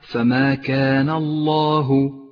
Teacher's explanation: لام مفخمة لأنها سبقت بحرف مفتوح · Term: لام لفظ الجلالة